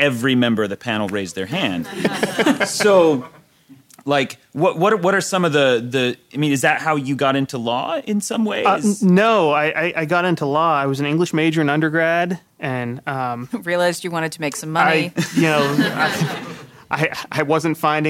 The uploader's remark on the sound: Joined us in front of a live audience at GenCon Indy.